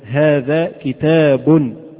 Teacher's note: فتنطق نون في آخر الكلمة، نون مسموعة وليست مكتوبة · Term: التنوين